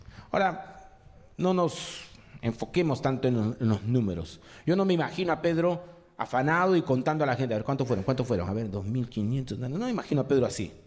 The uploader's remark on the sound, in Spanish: presentado en vivo el domingo 23 de abril de 2023